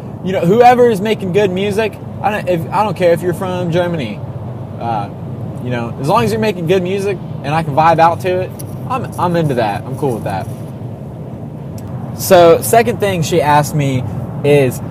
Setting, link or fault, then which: setting, inside a vehicle